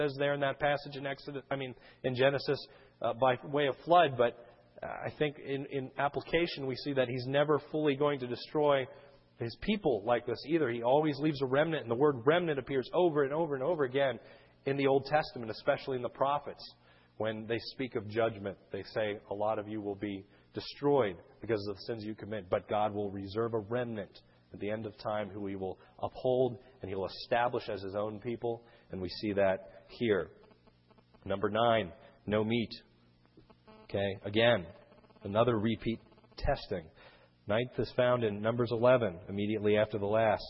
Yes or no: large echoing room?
yes